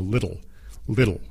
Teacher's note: en el acento americano lo decimos como little, little, como si fuera una D